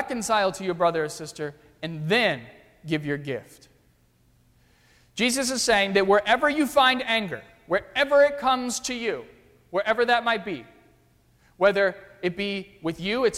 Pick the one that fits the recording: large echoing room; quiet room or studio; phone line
large echoing room